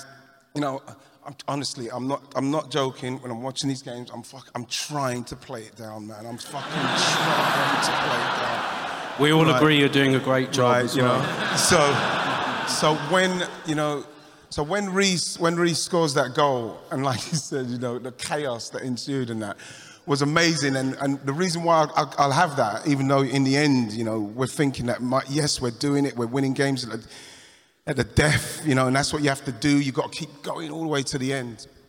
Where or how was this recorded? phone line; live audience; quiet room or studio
live audience